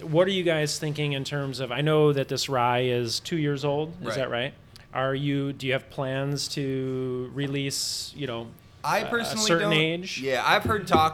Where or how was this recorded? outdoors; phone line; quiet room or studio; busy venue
busy venue